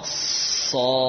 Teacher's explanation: Jadi sod itu bisa kita katakan sin yang punya sifat isti'la.